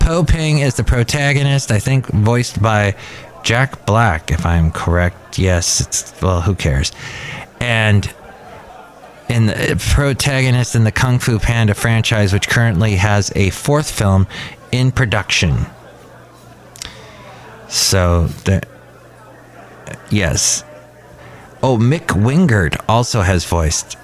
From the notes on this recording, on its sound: podcasts live from Cafe Anyway